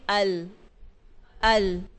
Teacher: اب مخرج نمبر 9 پہ ہم آئیں گے، یہ لام ہے زبان کی کروٹ کے آخر سے نوک تک کا حصہ، جب اوپر ایک داڑ اور دانتوں کے مسوڑوں سے لگے تو اس سے لام ادا ہوتا ہے